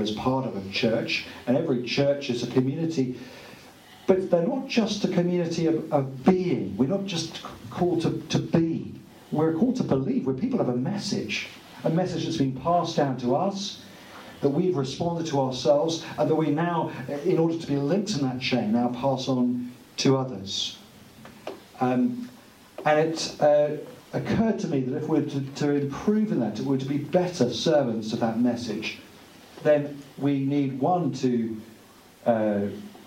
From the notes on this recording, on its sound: Audio from the March 15th book launch